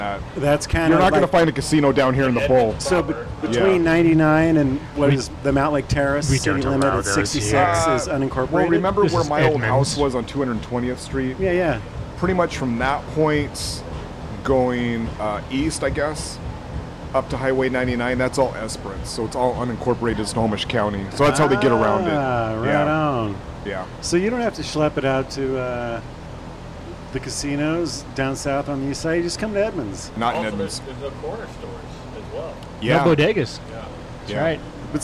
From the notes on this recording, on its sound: Engel's Pub in Edmonds. Recorded live at Engel's Pub - just down the street from Moto.